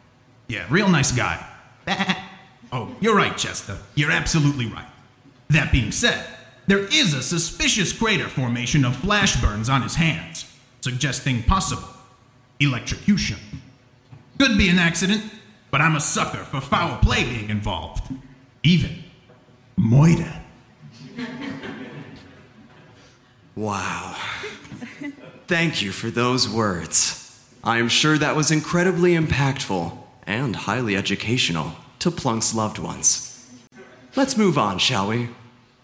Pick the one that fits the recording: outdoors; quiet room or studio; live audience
live audience